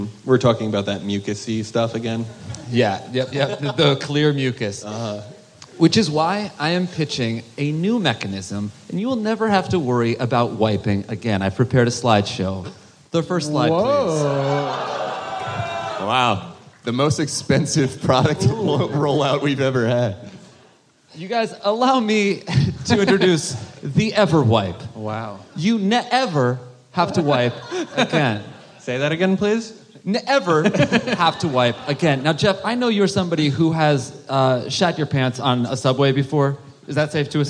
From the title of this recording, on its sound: Live at JFL